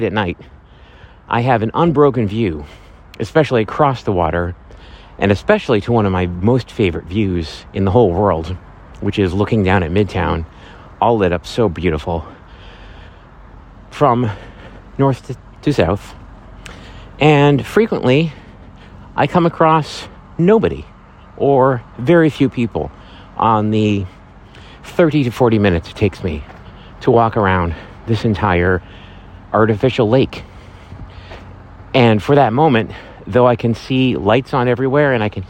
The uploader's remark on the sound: Live from Central Park!